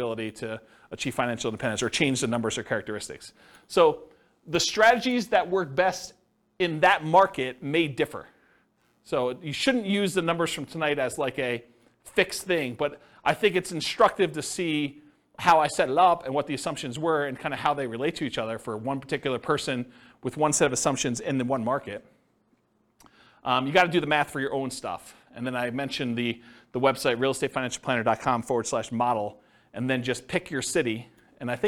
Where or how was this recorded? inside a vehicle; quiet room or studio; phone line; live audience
live audience